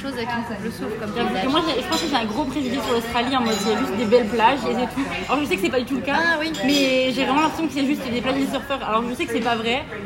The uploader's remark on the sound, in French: il y a bcp de bruit de fond ou nous avons enregistré l’épisode